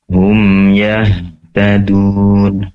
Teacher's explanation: pastikan ha yang sukun atau mati di sini disempurnakan sifat hams, yaitu menyebarnya udara atau nafas di dalam dada lebih luas lagi.